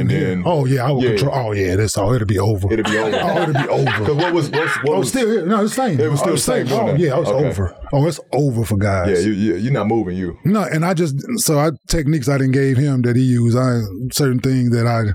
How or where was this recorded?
busy venue